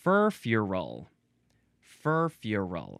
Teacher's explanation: Now, here is that word, furfural. You got to emphasize the first syllable and then a little bit the last syllable.